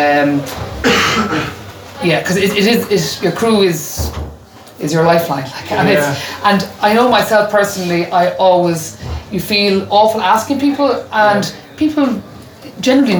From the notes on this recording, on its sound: a conversation straight from the Christmas party of the Galway Bay Cycling Club